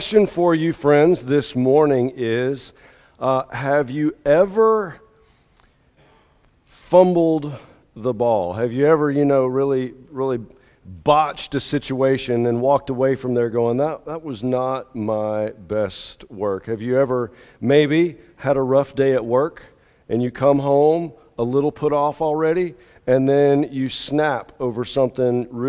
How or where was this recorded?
large echoing room